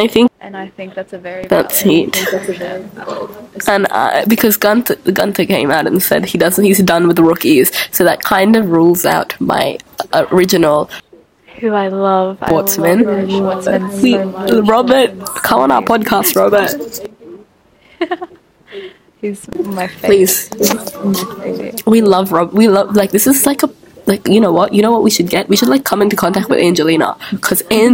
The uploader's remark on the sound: please do ignore background noise as we did record this during our study class